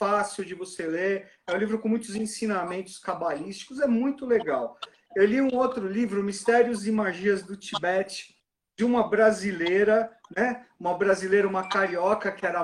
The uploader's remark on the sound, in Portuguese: transmitida através de Live no nosso Instagram